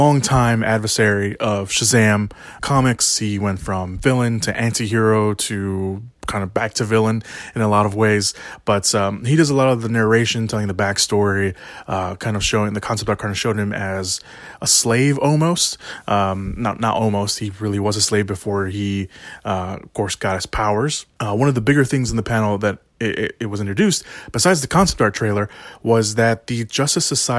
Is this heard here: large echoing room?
no